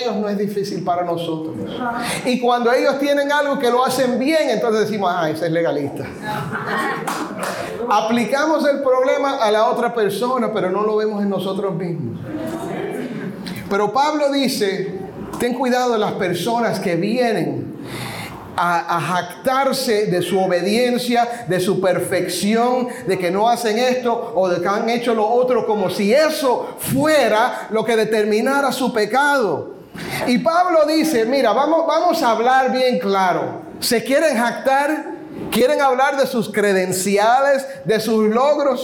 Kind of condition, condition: setting, live audience